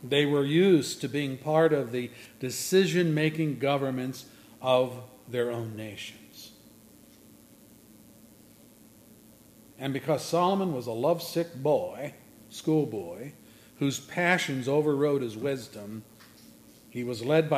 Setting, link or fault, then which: setting, large echoing room